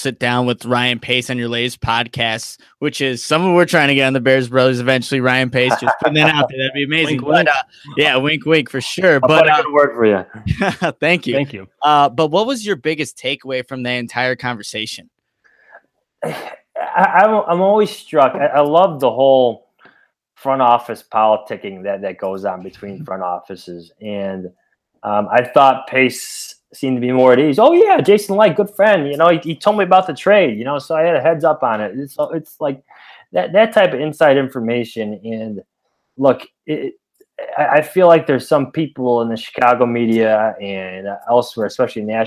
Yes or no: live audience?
no